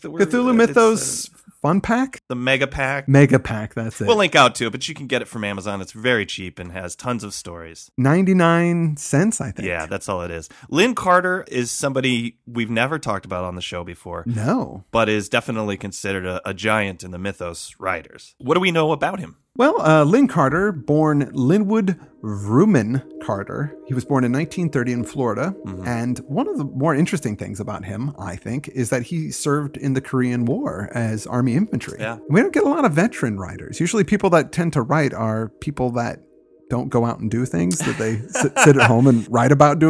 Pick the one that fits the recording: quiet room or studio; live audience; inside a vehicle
quiet room or studio